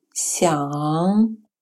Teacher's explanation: Следующее финаль похоже на сочетание русских звуков «ян», только звук «н» носовой. · Term: носовые финали